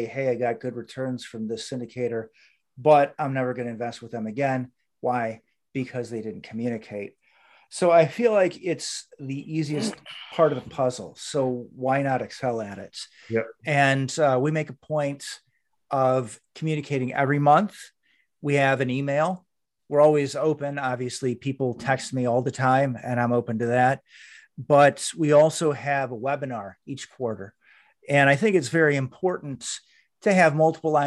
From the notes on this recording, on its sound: Investors Gallery is a live Zoom open to the public. Through this live zoom conference anyone can asks questions about their own investments, legal advice, or opportunities!